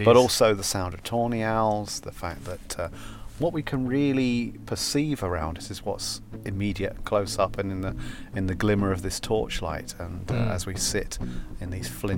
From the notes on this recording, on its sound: Sat in a final fragment of Dunwich’s 10th century Greyfriars Monastery, near a single tombstone of All Saints Churchyard, we record this podcast at night in one of the “most haunted places in England”.